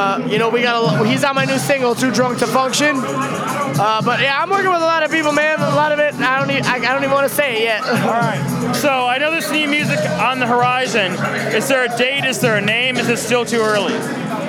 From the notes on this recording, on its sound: Recorded at SXSW 2016